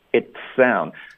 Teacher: sound 的嘶音也还是很明显，而不是 town 这样